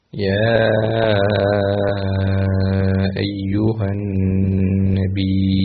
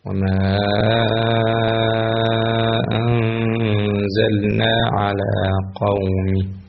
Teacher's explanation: حيث كان حرف المد في آخر كلمة والهمزة في بداية كلمة أخرى، ويمد بالنسبة لورش بمقدار 6 حركات · Term: المد الجائز المنفصل